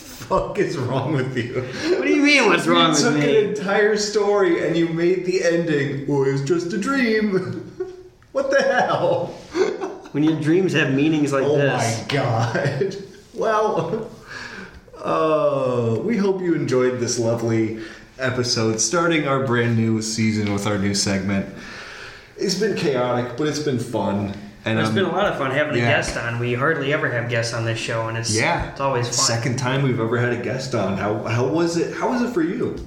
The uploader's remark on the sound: Ignoring the echoey audio